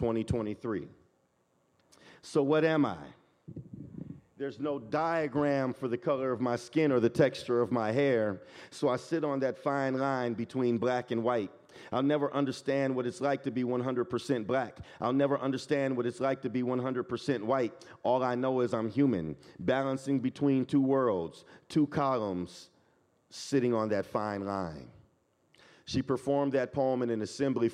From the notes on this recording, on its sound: This EDTalk was live streamed from Icehouse in Minneapolis, MN on April 19, 2023.